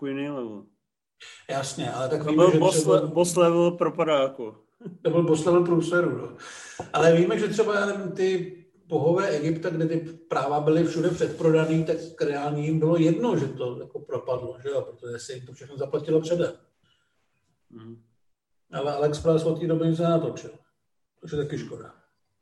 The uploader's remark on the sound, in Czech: Tenhle pokec vzniknul jako after párty jednoho z MovieZone Live. Zapomněl klukům vypnout Zoom.